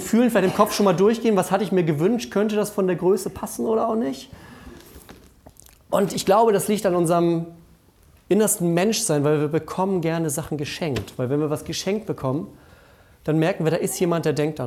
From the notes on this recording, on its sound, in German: Die Predigt aus dem Familiengottesdienst um 17 Uhr.